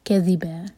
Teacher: یہ ہے ذال، تو اس کو زا کا ساؤنڈ نہیں دینا، کذیبا نہیں کہنا، وہ غلط ہوگا.